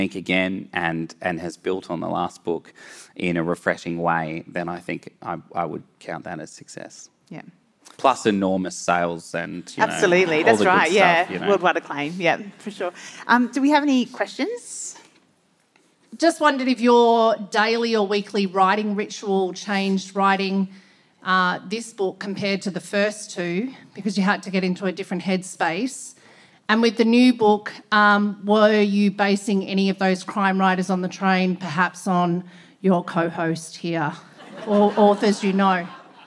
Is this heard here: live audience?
yes